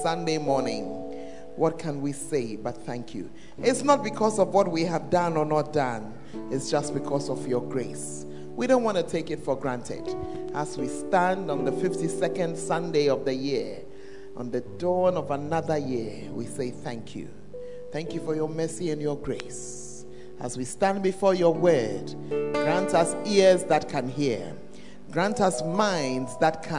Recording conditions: large echoing room